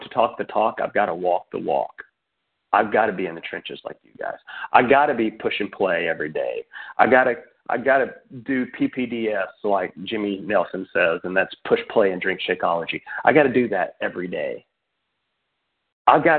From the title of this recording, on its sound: Team Elite Conference Call